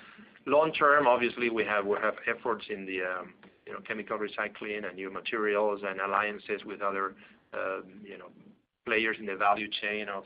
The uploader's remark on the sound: PepsiCo (PEP) Q2 2019 Earnings Call.